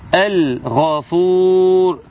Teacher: بحافظ على اللام واظهارها · Term: الاظهار